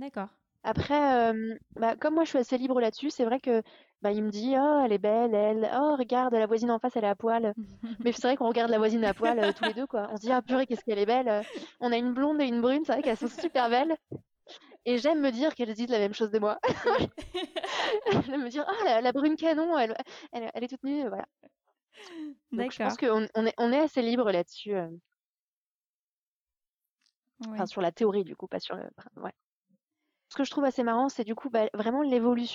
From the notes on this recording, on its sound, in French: Comme vous l’entendrez, l’interview a été faite par téléphone. Même à distance.